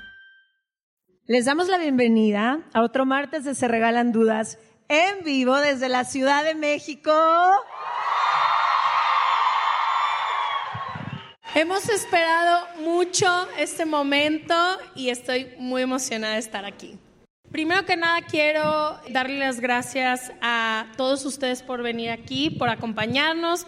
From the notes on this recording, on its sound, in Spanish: que grabamos en CDMX desde el Lunario del Auditorio Nacional con público en vivo